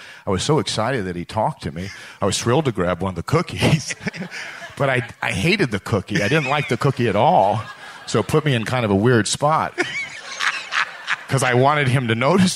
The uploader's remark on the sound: Take the stage in front of a live audience in Nashville, Tennessee, as part of The Wild West Comedy Festival.